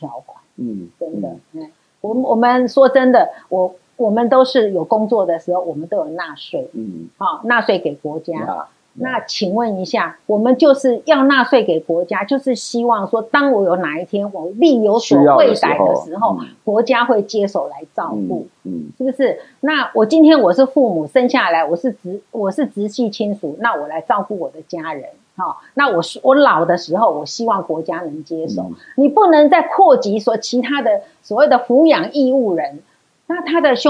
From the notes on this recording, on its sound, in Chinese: 本集節目錄製現場收音出現難以克服的技術問題，以致於本集收音欠佳